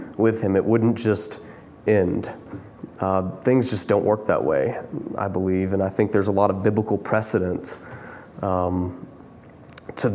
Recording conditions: large echoing room